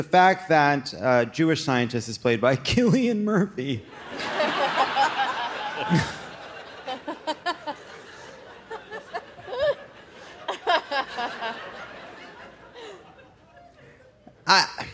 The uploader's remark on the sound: Live from Philadelphia!